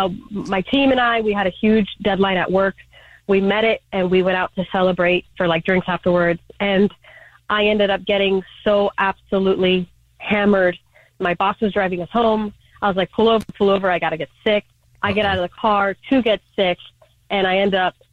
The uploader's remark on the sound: The woman on the phone